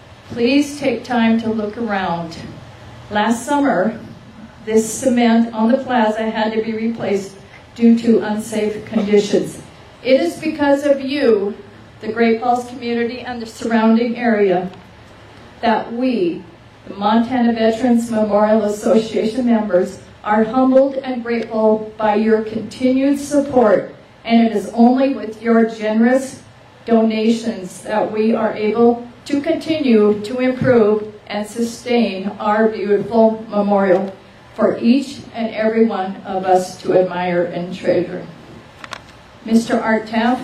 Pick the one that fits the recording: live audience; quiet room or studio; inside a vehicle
live audience